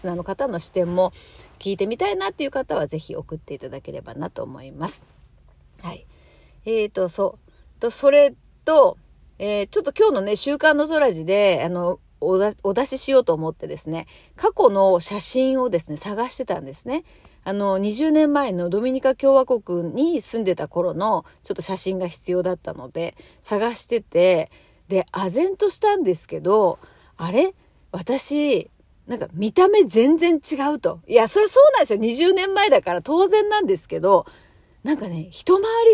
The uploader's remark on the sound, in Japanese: 暗い車の中からトーク